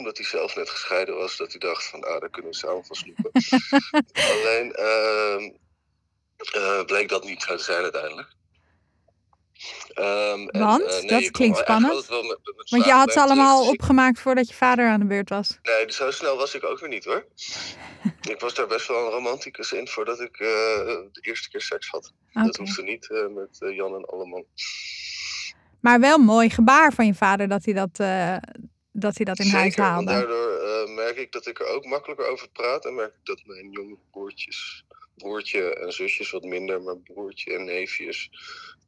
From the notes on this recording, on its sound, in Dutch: Weliswaar niet live in de studio, maar aan de telefoon.